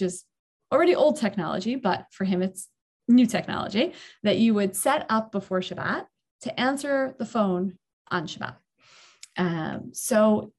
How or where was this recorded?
video call